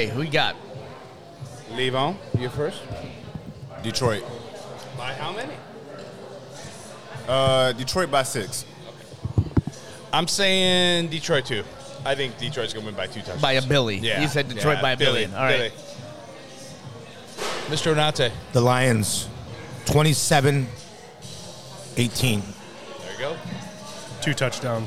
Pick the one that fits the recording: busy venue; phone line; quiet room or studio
busy venue